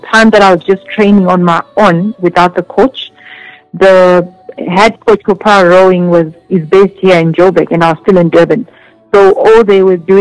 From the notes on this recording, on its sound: joined over phone